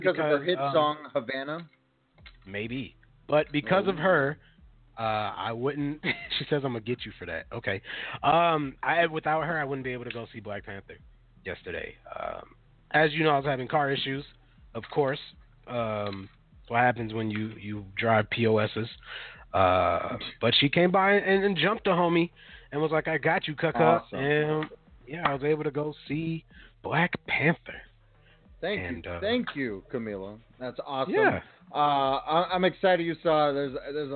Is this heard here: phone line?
yes